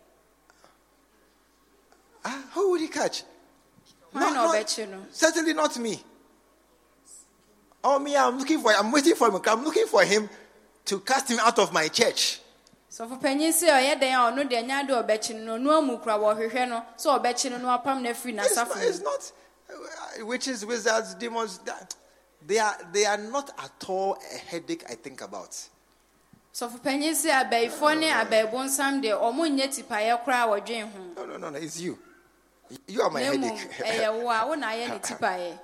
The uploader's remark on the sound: Preached at the True Vine Cathedral, Bantama